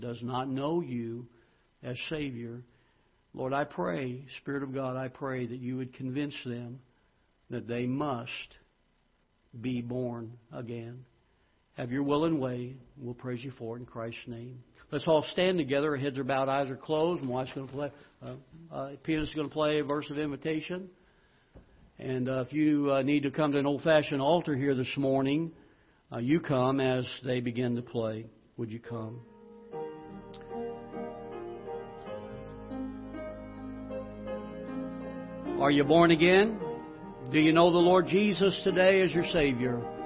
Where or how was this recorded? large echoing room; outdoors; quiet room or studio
large echoing room